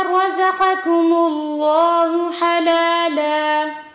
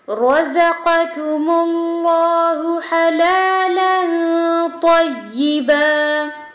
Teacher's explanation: را ہیوی زا buzzing sound کے ساتھ اور پھر قاف ہیوی پھر کاف سافٹ